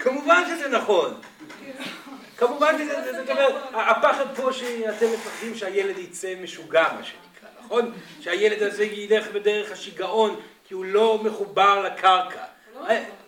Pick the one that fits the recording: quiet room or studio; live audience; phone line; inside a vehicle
live audience